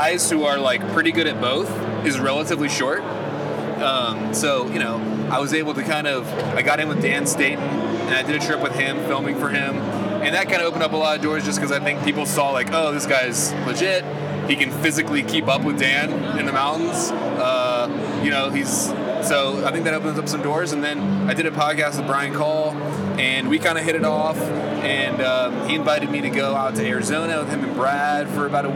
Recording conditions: busy venue